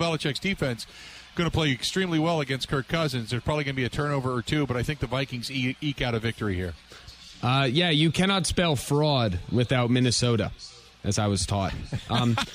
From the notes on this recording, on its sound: live from The Mecca in the Deer District